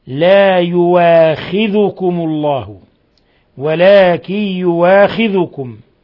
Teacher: قرأ ورش وأبو جعفر في الموضعين بحذف الهمزة: لا يؤاخذكم الله ولكن يؤاخذكم، ورش وأبو جعفر، ووافقهم حمزة حالة الوقف.